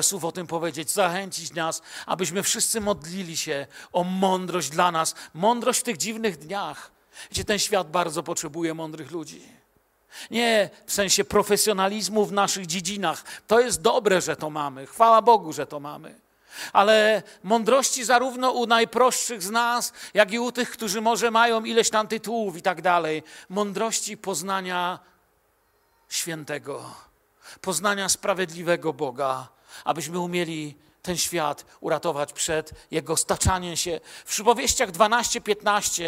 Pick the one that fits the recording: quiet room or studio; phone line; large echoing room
large echoing room